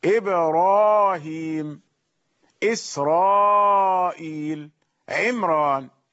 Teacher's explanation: إبراهيم يقرأها ورش بالتفخيم، إسرائيل هكذا لورش بالتفخيم، عمران. الفخمها في الأعجمي، هذه أعلام أعجمية جاءت فيها الراء وجاء قبل الراء سبب للترقيق، إبراهيم إسرائيل، ولكن سارت على غير القاعدة.